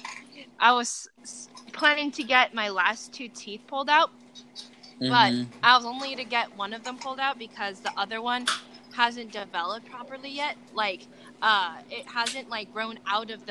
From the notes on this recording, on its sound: Sorry if the audio isn't loud enough.